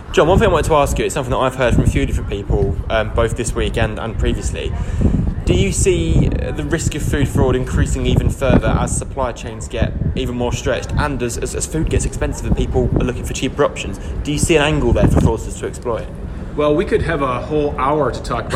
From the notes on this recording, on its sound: Live from EFFoST 2022 Dublin. Three interviews from the EFFoST 2022 conference at Dublin’s Aviva Stadium.